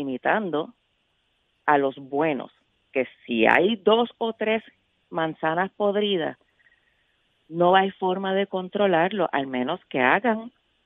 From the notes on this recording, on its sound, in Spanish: 93.7 Z 93 Puerto Rico. Abrimos las línea telefónicas de Z93.